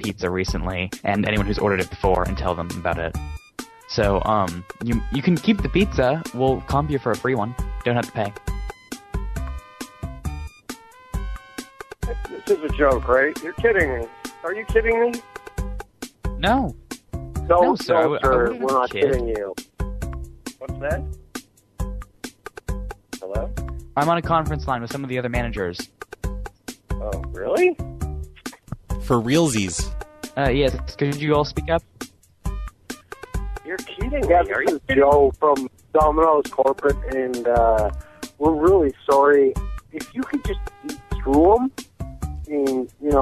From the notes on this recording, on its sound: RBCP's Personal Prank Phone Calls Collection